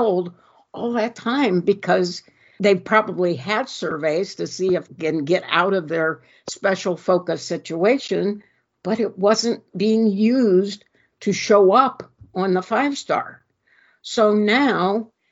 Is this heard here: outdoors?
no